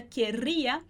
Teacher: com dois R's, e a gente faz essa língua um pouquinho mais vibrada